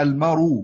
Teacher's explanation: نقلنا حركة الهمز الى الساكن قبلها · Term: النقل